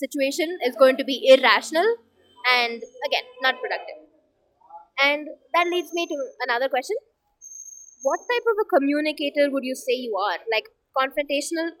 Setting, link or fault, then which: fault, background noise